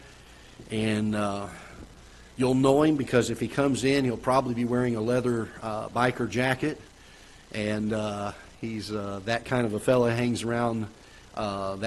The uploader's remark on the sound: Ketha Heights Baptist Church ~ Live Broadcast